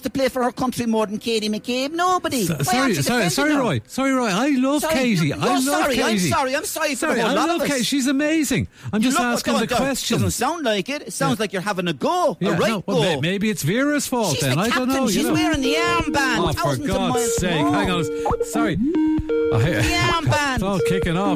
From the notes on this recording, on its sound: others phone in to share their two cents